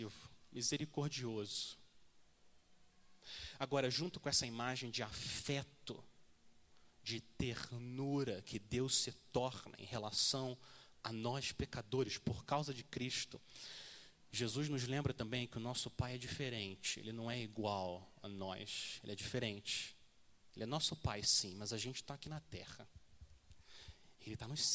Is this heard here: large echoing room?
yes